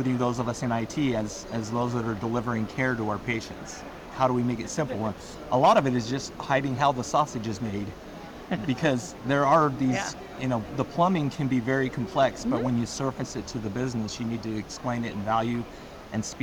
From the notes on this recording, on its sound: Today on the Conference channel, it’s a double Interview in Action live from the 2023 CHIME Fall Forum.